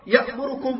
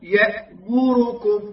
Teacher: يختلس الضمة ولا ينطقها بصورة صحيحة · Shown in: first take · Term: الاختلاس